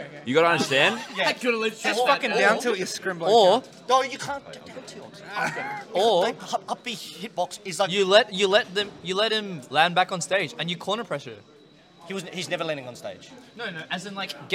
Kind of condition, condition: setting, live audience